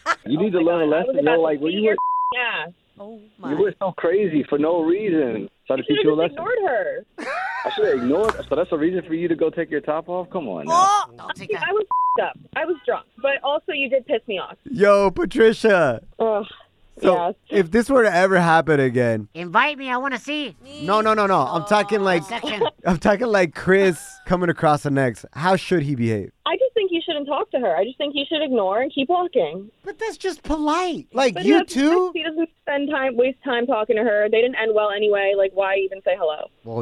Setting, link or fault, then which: link, phone line